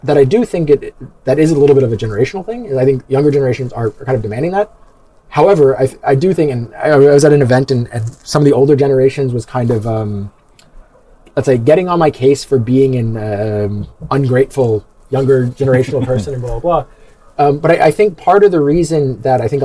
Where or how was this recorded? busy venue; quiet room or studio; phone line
busy venue